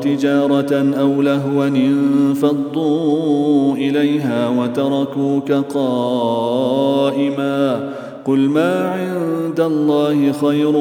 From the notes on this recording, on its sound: at the Houghton Masjid (West Street)